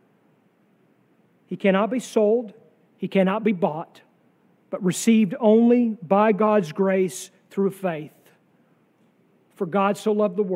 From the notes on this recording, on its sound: sermon from our worship service on July 9, 2023